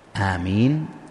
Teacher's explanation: آمين الميم مخففة والألف ممدودة وليست مجرد فتحة